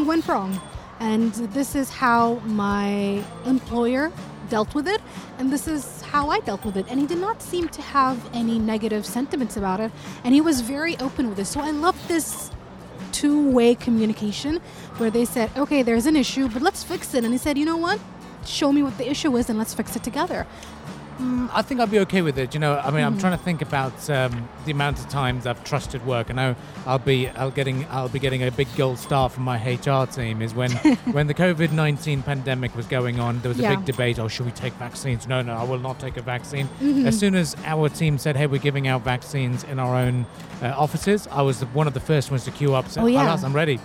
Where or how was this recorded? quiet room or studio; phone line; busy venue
busy venue